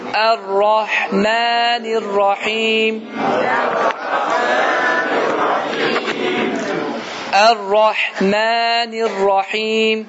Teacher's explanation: Ra qalındır, mə isə incə.